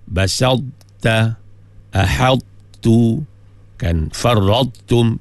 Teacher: Sifat ta tu masih ada, dia tak habis. Maknanya tak ditelan habis oleh ta. · Term: idgham tu naqis